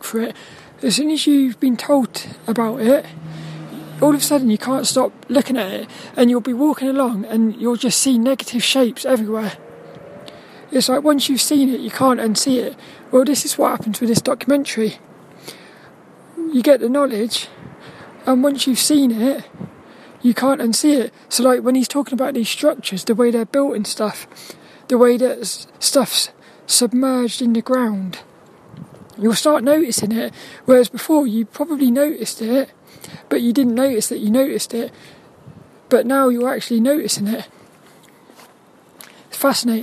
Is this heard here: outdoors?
yes